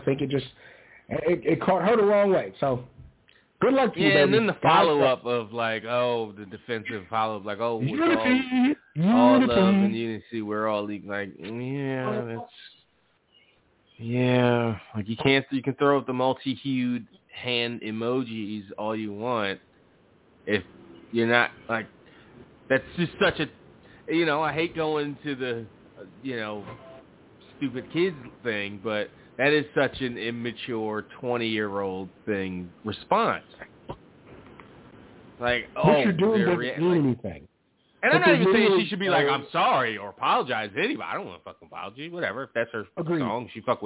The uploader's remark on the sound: Live calls and much more. Weekly caller, email and tweet driven show.